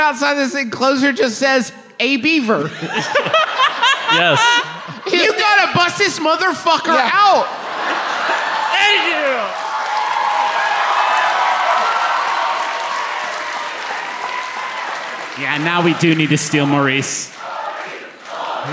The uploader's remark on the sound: Live from the Balboa Theater during San Diego Comic-Con 2023